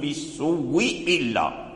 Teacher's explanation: ولا يمد السين بالسوء إلا بواو واحدة مشددة